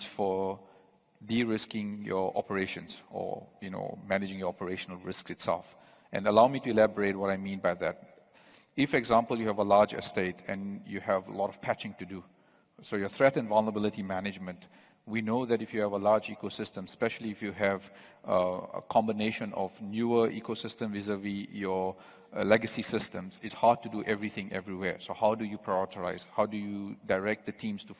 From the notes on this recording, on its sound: Recorded live on stage at the CYDES 2023 event, organized by the National Cyber Security Agency (NACSA). Please note, due to the live recording nature of this episode, you might need to adjust your audio levels occasionally.